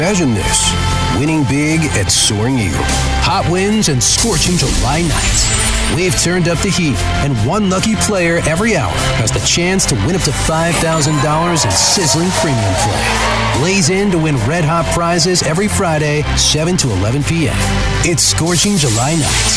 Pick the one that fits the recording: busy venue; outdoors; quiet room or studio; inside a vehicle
busy venue